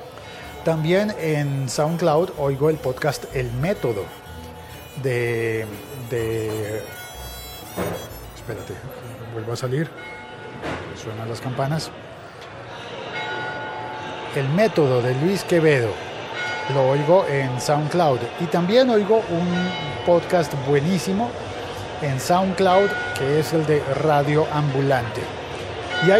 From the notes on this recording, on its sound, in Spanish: De fondo se oye la reunión de gente en la plaza para ver la transmisión desde La Habana de la firma de los acuerdos de paz para Colombia.